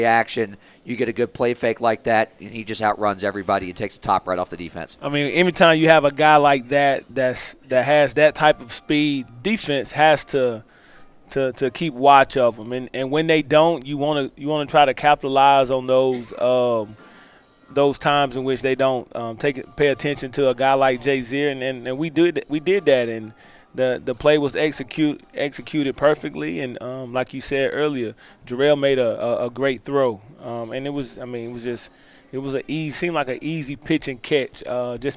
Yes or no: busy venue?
yes